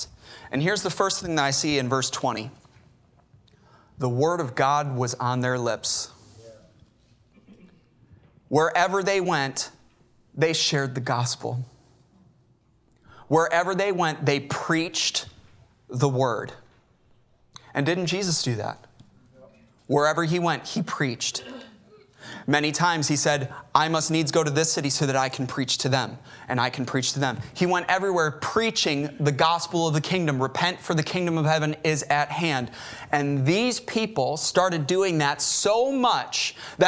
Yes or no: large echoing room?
yes